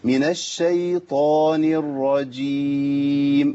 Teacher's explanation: النون مرققة تبقى تحتاج لابتسامة بسيطة · نون مكسوره بعديها راء مفخمه